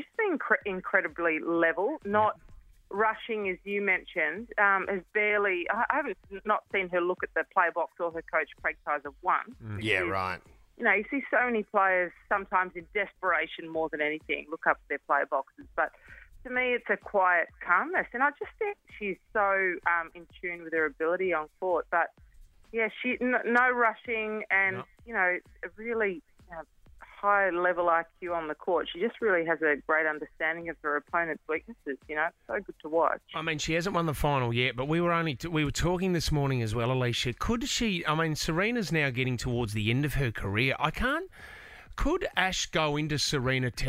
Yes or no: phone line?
yes